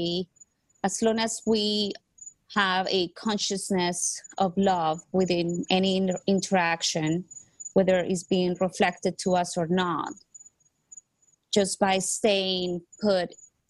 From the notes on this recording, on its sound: Latest Zoom meeting.